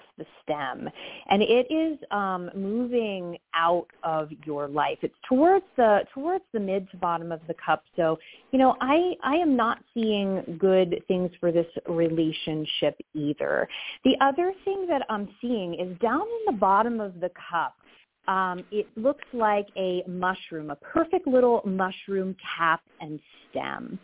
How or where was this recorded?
phone line